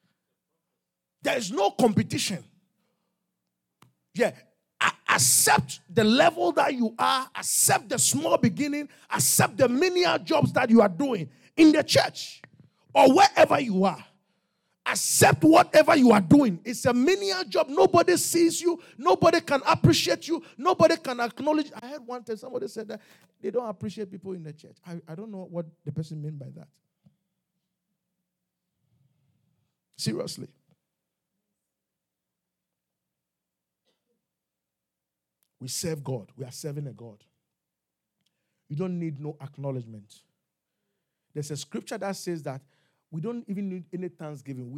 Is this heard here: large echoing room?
yes